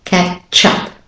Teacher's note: That's just a normal linking ch to a.